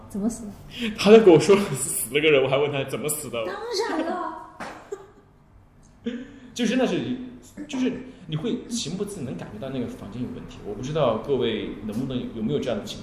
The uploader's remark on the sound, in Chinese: 这期聊天节目是现场听众最多的一期，每个人都听得聚精会神，津津有味。